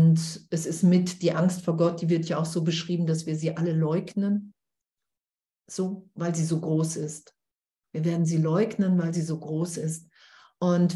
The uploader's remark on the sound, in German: Zoom-Session bei Aleph